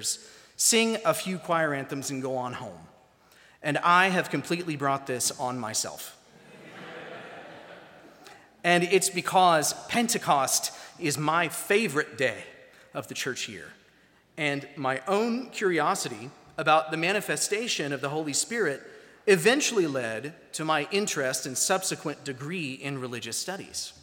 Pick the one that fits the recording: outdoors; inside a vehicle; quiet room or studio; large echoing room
large echoing room